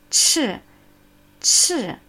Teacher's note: Die Aspiration in cha ist sehr stark, aber wenn der Vokal ö ist, versuche es zu sagen ch, ch. Aspiration ist fast nicht zu hören. Es ist da, aber nicht so intensiv wie in cha, chu. Deshalb werden wir das Echo von h nicht vergessen, aber wir werden es sehr leicht haben.